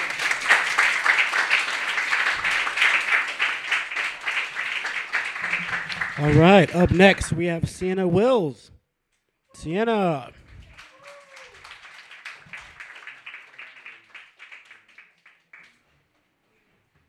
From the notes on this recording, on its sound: Brooklyn Poets Yawp open mic.